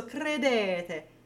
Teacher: even the first syllable there is just slightly more open than that second syllable